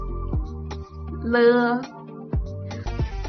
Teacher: Y cuando pronunciamos la l, el aire sale por los costados mientras retiramos la lengua de la encía de los dientes superiores.